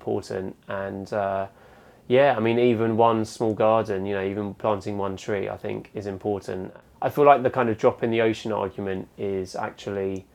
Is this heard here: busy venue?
no